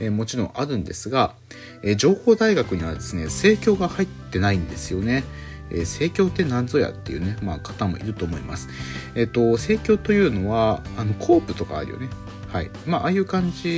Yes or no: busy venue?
no